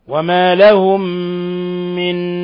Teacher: تضغم الميم الأولى في الميم الثانية · Term: إضغام مثلين صغير